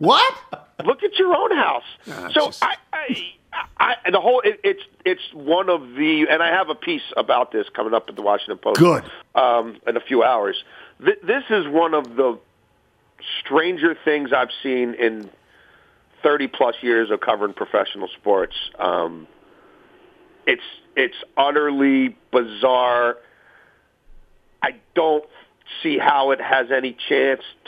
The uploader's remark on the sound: Calls in to talk about. Phones.